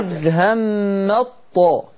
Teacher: كما تعلمي طبعا إدغام التاء في الطاء